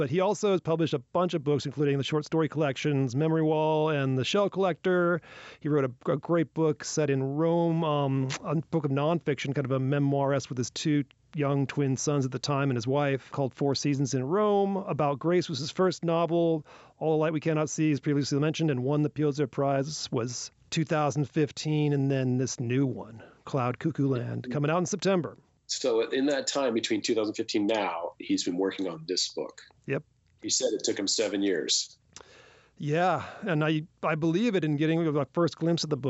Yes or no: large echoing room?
no